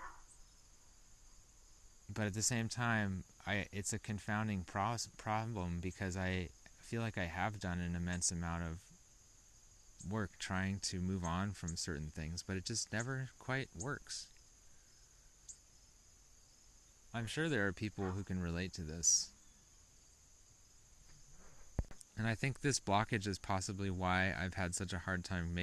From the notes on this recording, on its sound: I decided to just go talk outside for a while. This is the least edited thing I’ve ever put on the internet.